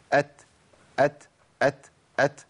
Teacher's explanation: ما احنا اتفقنا بقى ان الهمس لا ينفك عن التاء في كل حالاتها، سواء كانت متحركه او ساكنه، لكن بيخف وبيبقى ضعيف جدا في حال الحركه.